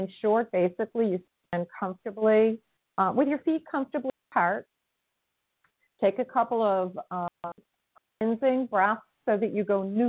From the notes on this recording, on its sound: In response to callers' questions.